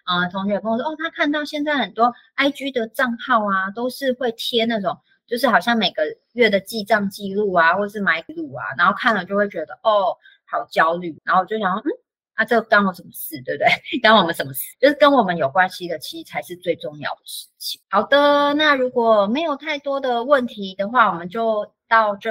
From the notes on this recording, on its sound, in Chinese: Live Talk 語音直播。現場直播回放，音質不好請包涵。